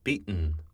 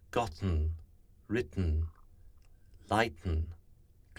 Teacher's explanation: Sound 37 is the nasal release, tn, as in beaten. Here, the soft palate releases the air into the nose without a glottal stop. · Shown in: second take · With a glottal stop, you get beaten.